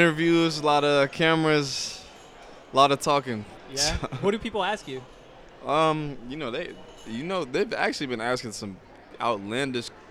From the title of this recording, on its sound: LIVE from Pac-12 Media Day